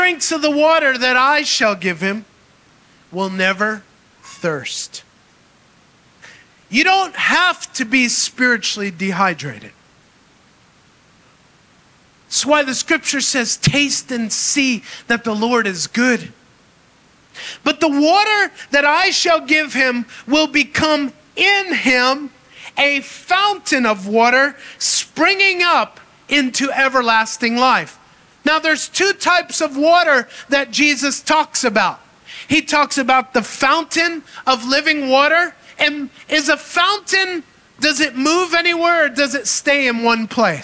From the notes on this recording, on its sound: Recorded in Maranatha Family Church Kabacan, North Cotabato, Philippines